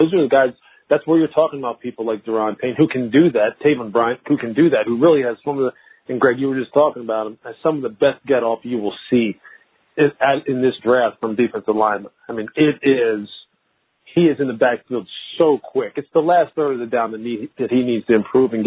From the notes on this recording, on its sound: NFL Draft media conference call.